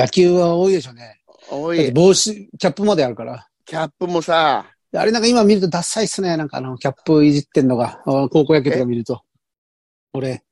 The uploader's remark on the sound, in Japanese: ZOOMで収録